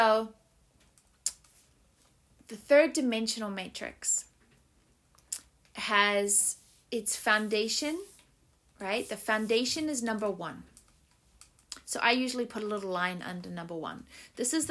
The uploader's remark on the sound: It was recorded on a cool Canadian spring morning and you can hear the fire crackling in the background.